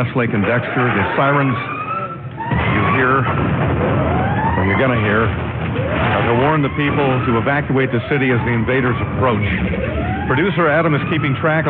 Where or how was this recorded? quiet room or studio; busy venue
busy venue